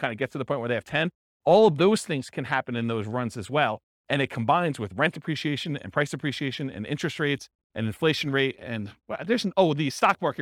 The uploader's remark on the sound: This was a live class recorded